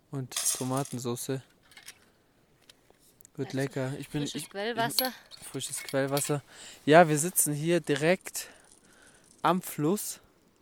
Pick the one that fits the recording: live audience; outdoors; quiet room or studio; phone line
outdoors